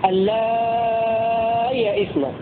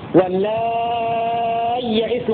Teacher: والإدغام يكون بإدغام الياء الأولى في الثانية فتكون ياء مشددة · Shown in: second take · ويكون هذا من باب الإدغام المتماثلين الصغير لأنهما حرفان متماثلان، الأول منهما ساكن والثاني متحرك، ويكون النطق هكذا: اللائي يئسن، تكون ياء مشددة هكذا، واللائي يئسن من المحيض.